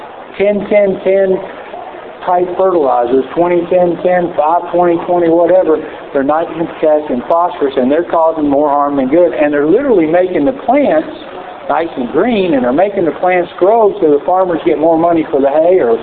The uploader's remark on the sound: Recorded live from 2011 Spring Equine Affaire.